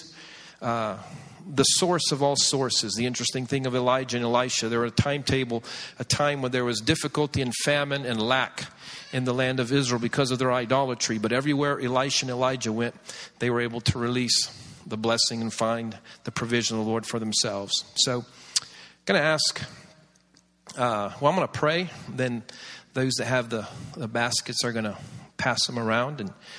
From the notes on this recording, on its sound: This series was recorded around 10 years ago at Daystar Atlanta